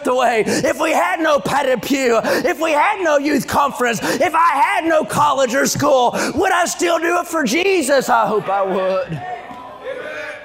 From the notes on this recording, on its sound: during the Tuesday Morning service of the 40th Annual National Youth Conference in Santa Clara, California.